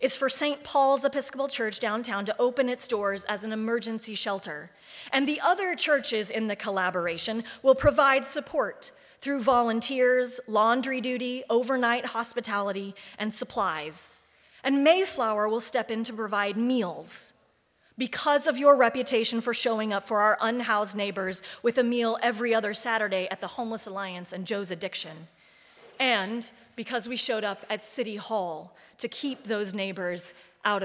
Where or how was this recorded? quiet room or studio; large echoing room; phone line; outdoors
large echoing room